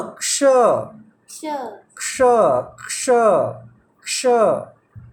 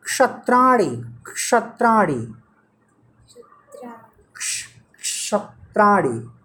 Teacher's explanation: बात नहीं कर रहा हूँ ठीक है तो ये क्ष है ध्यान से सुनो आधा क फिर श